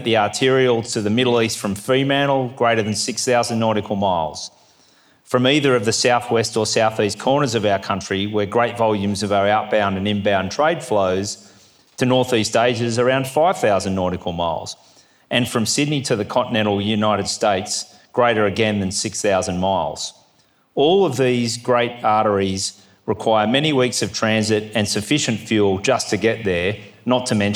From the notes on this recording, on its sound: 2023 Goldrick Seminar. Address at the Australian Naval Institute’s Goldrick Conference held in Canberra on 19 October.